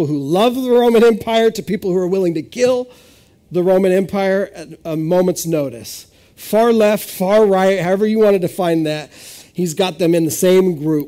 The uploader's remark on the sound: This is audio ripped from the Live Service video.